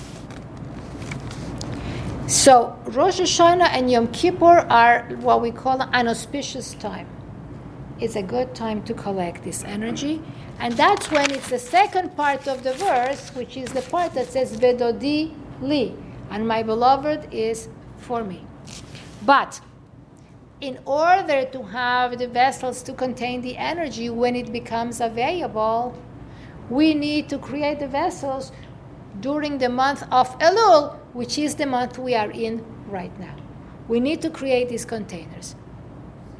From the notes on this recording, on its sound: Recorded live at the Intown Jewish Academy on August 24, 2021